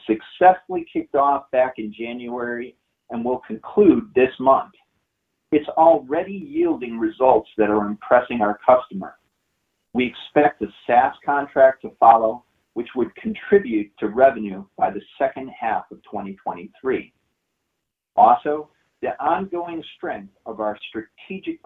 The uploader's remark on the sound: Investor Conference Call